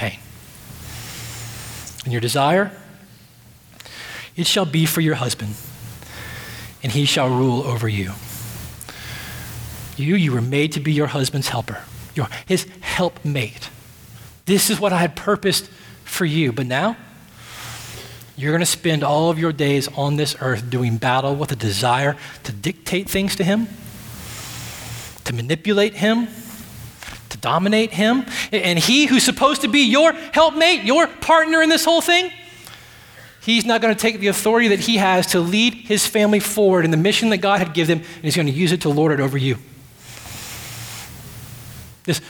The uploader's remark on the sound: At Redemption Hill Church.